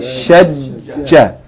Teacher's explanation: Emphasize the shadda on the jim. It's doubled